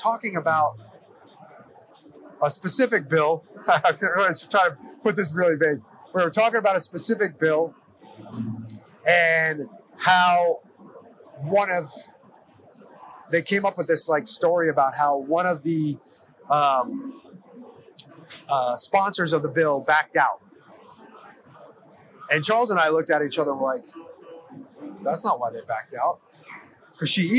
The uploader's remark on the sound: Hunt Expo Live From the Initial Ascent Mountain Dude Table. The flurry of live recordings from Western Hunting and Conservation Expo in Salt Lake continues from the Initial Ascent booth!